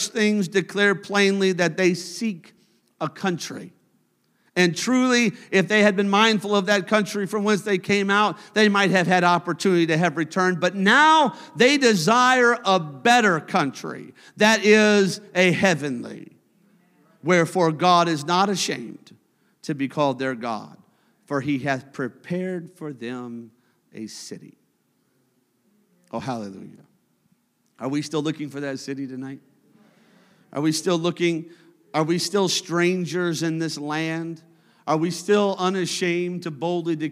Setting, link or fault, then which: setting, large echoing room